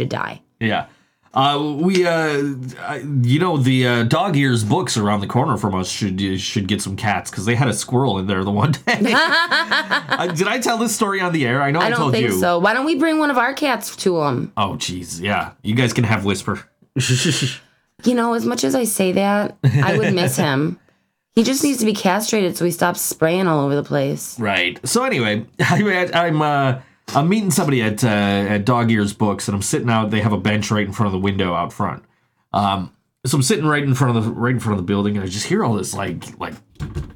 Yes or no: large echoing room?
no